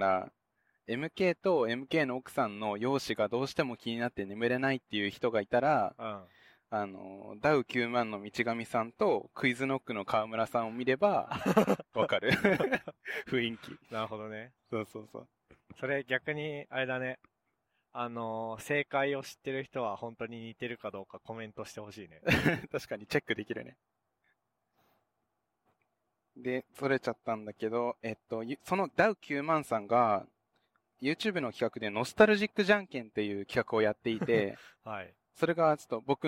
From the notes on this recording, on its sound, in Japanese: 北海道でドライブしながら収録しました。